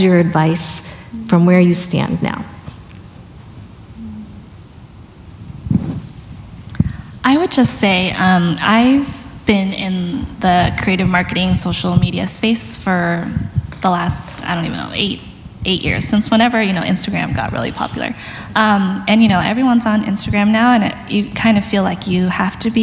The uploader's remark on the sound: SIH Live Event recording 2020